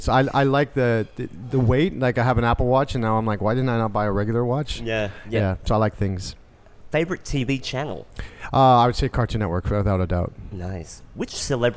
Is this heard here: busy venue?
yes